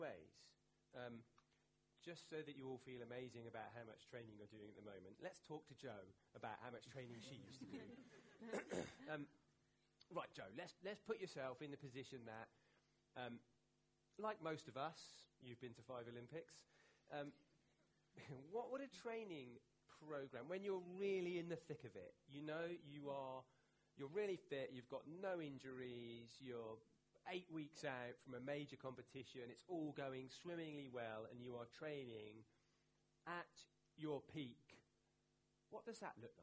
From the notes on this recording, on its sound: This is a live recording of Science and Running, which took place at the Science Museum on 27 March 2019.